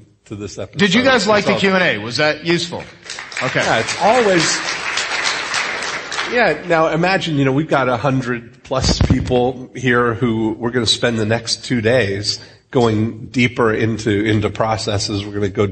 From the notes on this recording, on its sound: The One Live From The Phoenix Platinum 2.0 Event. Taking live questions from the Phoenix Platinum 2.0 event.